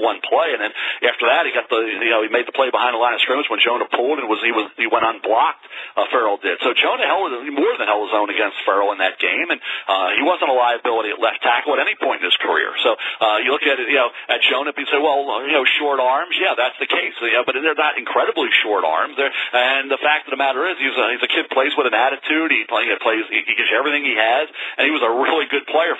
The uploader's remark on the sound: NFL Draft Conference Call